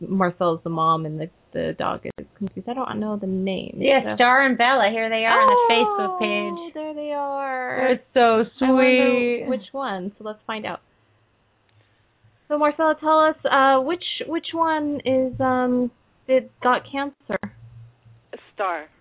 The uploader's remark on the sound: open up the lines for listeners to call